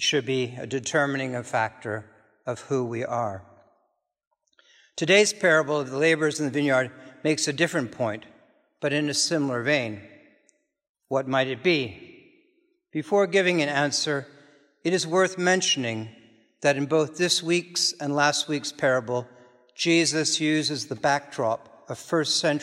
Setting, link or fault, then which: setting, large echoing room